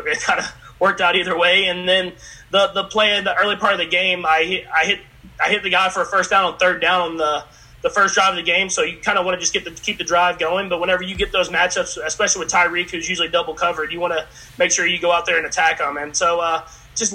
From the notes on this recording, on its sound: in a conference call with reporters